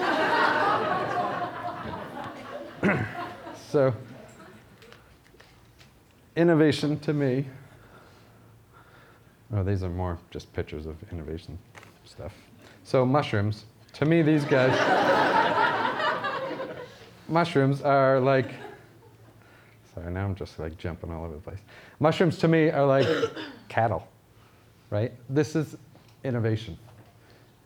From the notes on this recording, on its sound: This was recorded at Vevolution Topics: Food Innovation 2018.